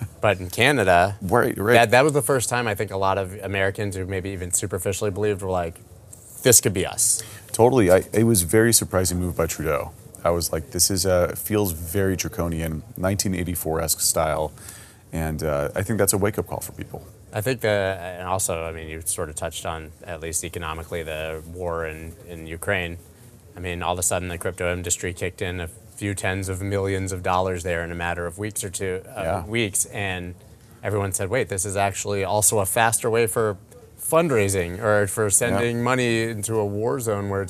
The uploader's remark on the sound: recorded at Consensus 2022 in Austin, Texas